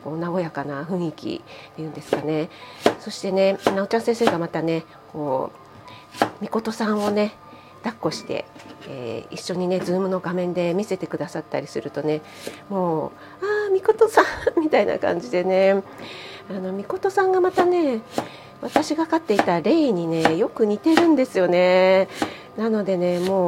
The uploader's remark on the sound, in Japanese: 朝食作りながらなので雑音注意です